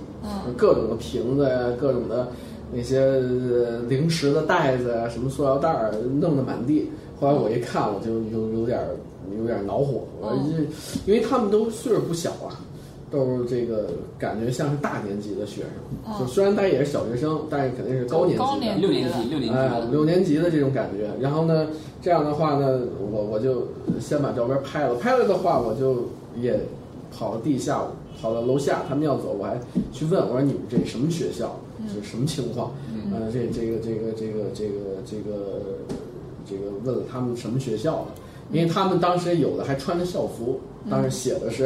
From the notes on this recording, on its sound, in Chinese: 本期节目为在张大妈办公区用录音笔录制，可能有街道上的杂音，请见谅。